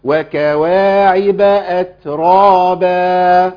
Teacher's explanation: التاء يمشي فيها نفس بس، امشي نفس